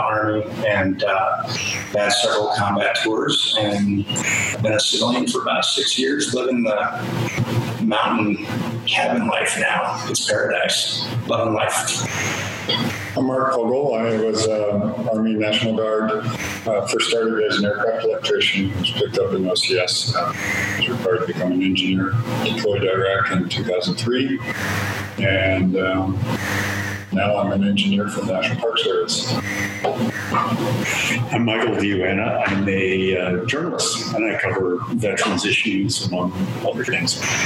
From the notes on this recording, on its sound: I will say in advance the audio quality is not the best.